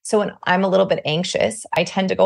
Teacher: when I'm a little bit anxious, I tend to go a little bit higher in my range, and I also lose volume · Term: vocal fry